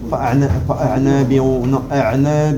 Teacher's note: Là le إخفاء il est bas, il est pas emphasé.